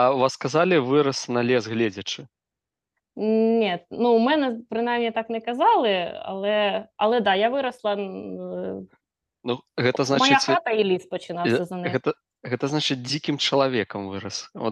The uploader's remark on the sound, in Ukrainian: ми сидимо в ЗУМ і записуємо подкаст